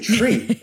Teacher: like I'm dropping a lot of the H's